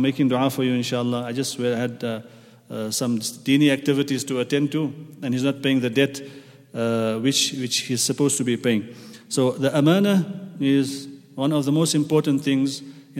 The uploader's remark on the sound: at the Houghton Masjid (West Street)